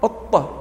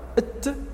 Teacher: الط القلقلة، الت الهمس